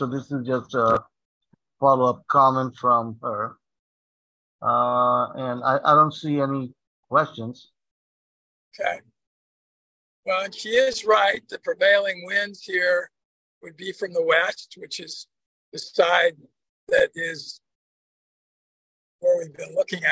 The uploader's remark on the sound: Drives along the winding roads as he speaks to the audience. The scenery transitions from suburban landscapes to the beauty of nature.